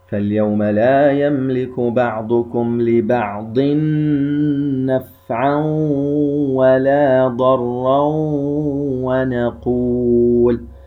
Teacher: تنوين في كلمة لبعض بعده حرف النون، إدغام بغنة، إذن نحرص على إظهار الغنة بقدر حركتين. كلمة نفعا فيها تنوين وبعدها حرف الواو، أيضا إدغام بغنة، نظهر الغنة بقدر حركتين.